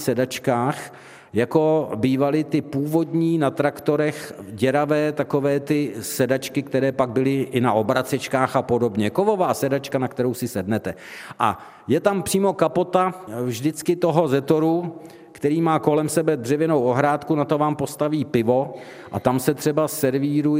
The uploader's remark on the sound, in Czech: Také tentokrát uslyšíte veřejnou nahrávku pořadu, kterou jsme pořídili ve spolupráci s Muzeem východních Čech v Hradci Králové a kavárnou v jejich unikátním prostoru.